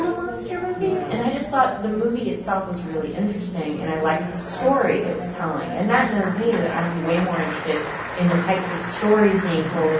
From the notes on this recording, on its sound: Live from G-fest 2019.